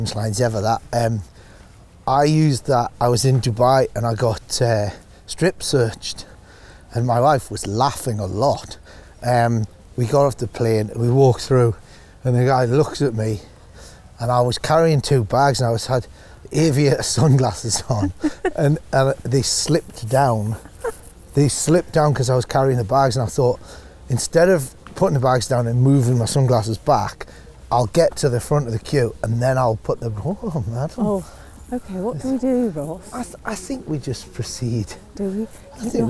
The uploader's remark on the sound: a stroll around Regent's Park in North London